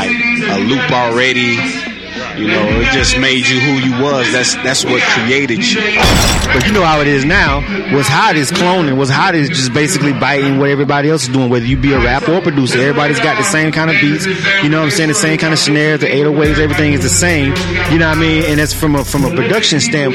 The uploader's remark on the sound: We was live at Makin' It Magazines monthly networking event "Music Monday's" in Atlanta